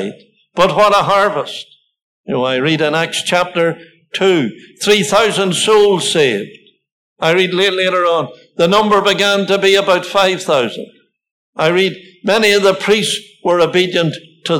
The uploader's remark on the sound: Listen to a Gospel Audio Recording from Ballyclare Gospel Hall.